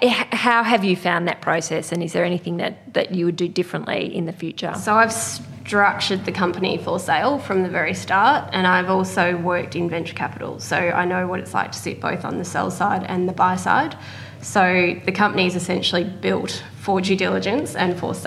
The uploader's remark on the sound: Recorded at the Scale investors portfolio day in 2019, this is a very special group interview.